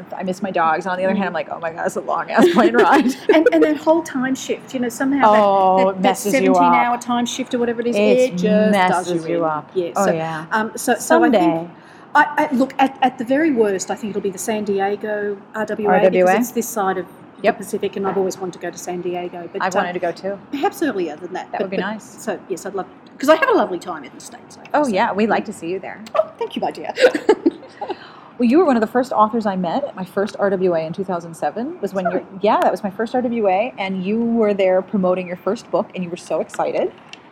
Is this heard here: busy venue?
yes